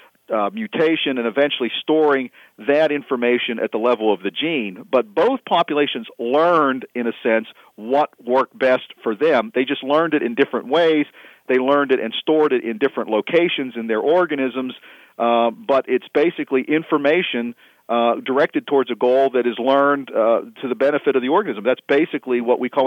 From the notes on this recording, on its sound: Visited by phone from his office in Pittsburgh, Pennsylvania.